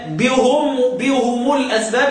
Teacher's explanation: بل عندي حمزة والكسائي بهم الأسباب يضموا الهاء والميم